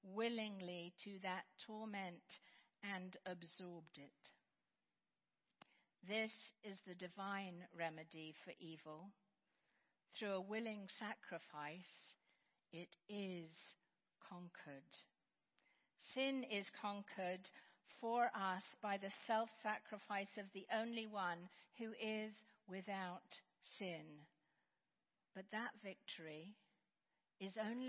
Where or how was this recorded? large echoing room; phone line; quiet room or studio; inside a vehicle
large echoing room